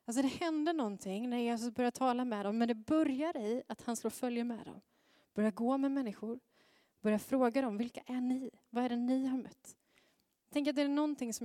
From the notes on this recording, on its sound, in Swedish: Inspelning från Möte:Mission i Immanuelskyrkan Skövde.